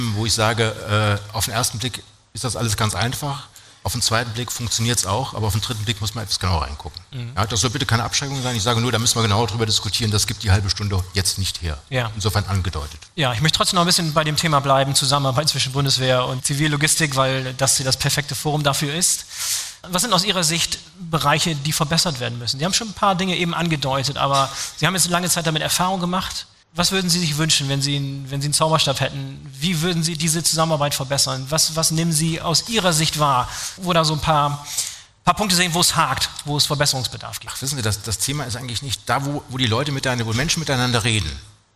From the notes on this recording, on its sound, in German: Heute senden wir einen BVL Live-Podcast. Auf dem Deutschen Logistik Kongress in Berlin aufgenommen wurde.